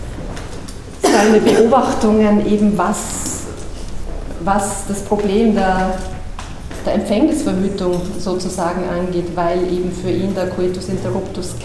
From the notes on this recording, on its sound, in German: Zu hören ist der Mitschnitt einer Führung